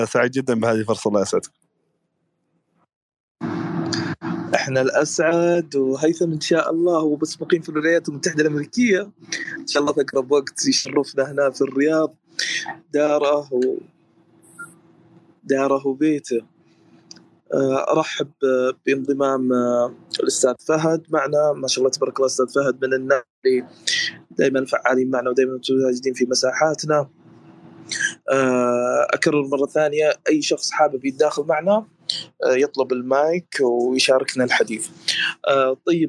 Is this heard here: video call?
yes